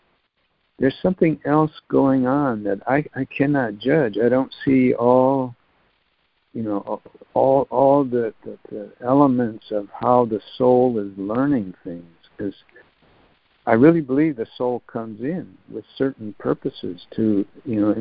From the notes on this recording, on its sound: ACIM Daily Conference Call